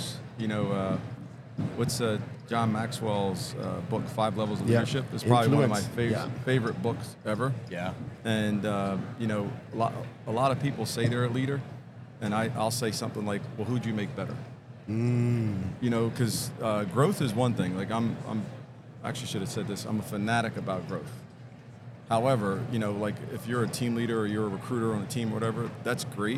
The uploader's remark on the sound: Video Podcast. Filmed on location at the highly anticipated Keller Williams Family Reunion.